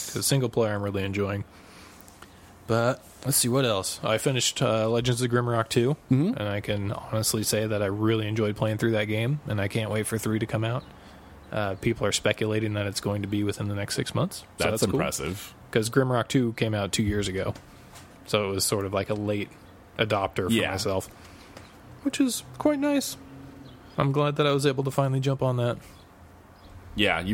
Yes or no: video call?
no